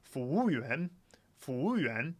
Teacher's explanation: You have 服, and then you're just sticking with the u sound, but going fourth tone.